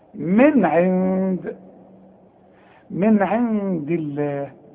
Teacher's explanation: النون الاولى حظهرها لان العين من حروف الاظهار النون الثانية حخفيها لانها بعدها دال